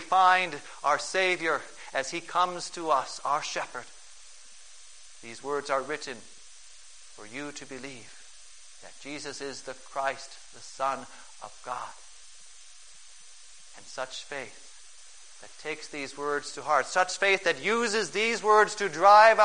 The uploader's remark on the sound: Preached on May 1, 2011, for the Second Sunday of Easter, at St. John's Ev.